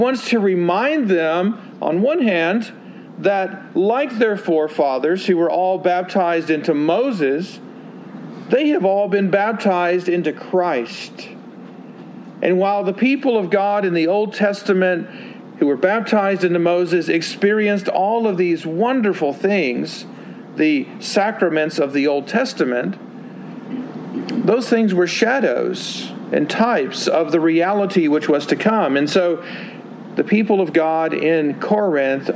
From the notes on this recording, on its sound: Sermon delivered at Westminster Presbyterian Church in Greenville, Texas